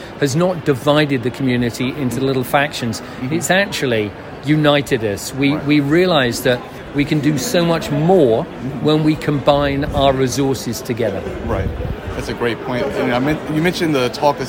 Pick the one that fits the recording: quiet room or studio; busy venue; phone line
busy venue